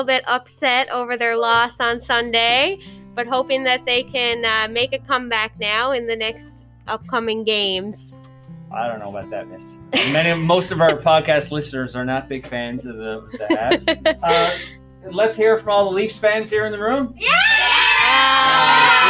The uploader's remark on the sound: technical difficulty - previously recorded